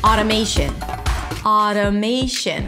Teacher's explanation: the most important feature here is the flap T, because there is no T. It actually sounds like a D. · IPA: ˌɑːɾəˈmeɪʃən